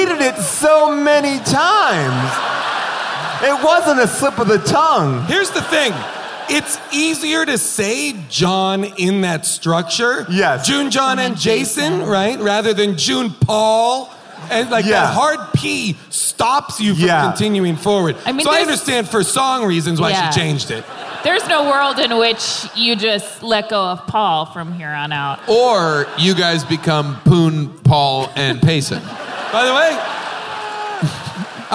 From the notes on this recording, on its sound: Recorded LIVE from Austin City Limits at the Moody Theater